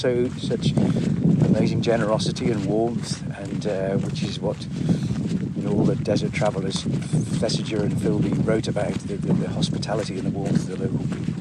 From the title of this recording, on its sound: A windy walk to Abu Jifan Fort